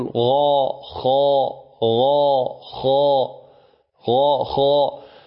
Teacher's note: الغين والخاء مخرجهما واحد